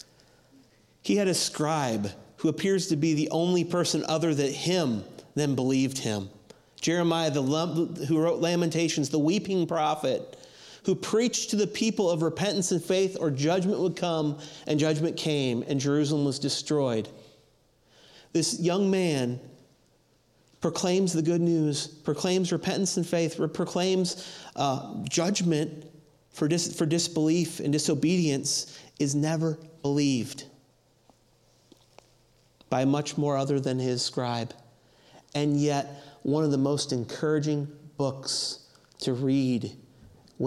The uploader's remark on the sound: audio from New City Church in Champaign-Urbana, IL